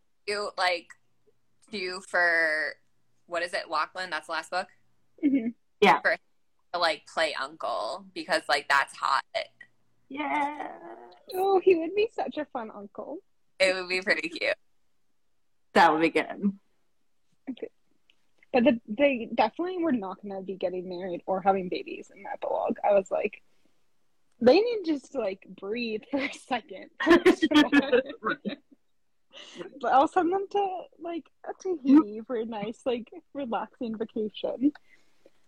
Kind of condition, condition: link, video call